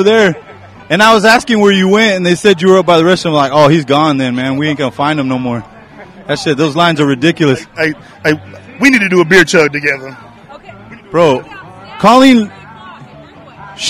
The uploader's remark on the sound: We were Live at Parkville Microbrew Fest.